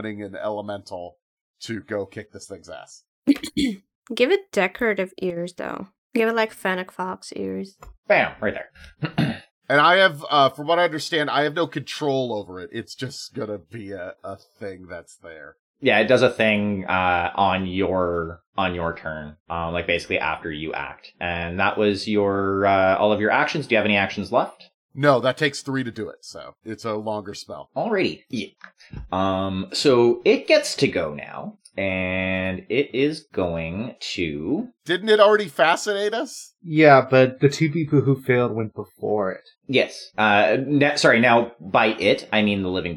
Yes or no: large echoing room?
no